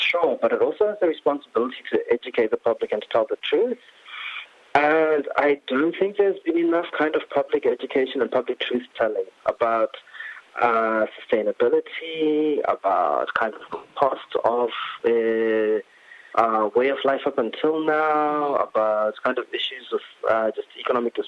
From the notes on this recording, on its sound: phones in for a guest mix plus a chat